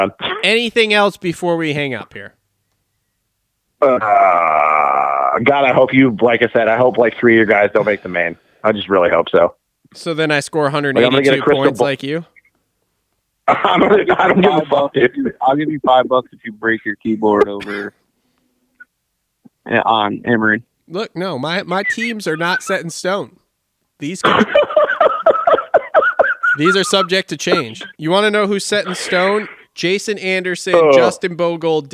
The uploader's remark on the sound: jump on the phone